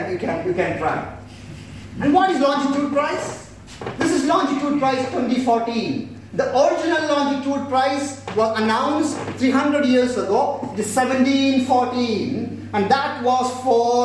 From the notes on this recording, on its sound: spoke at the Science Museum Lates event “Illuminating India”